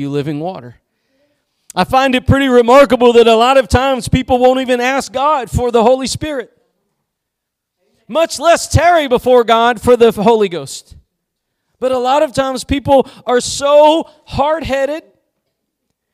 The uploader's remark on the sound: Preached at Gospel Lighthouse in Bossier City, La.